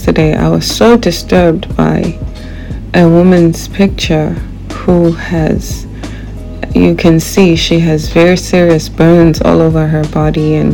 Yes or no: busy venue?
no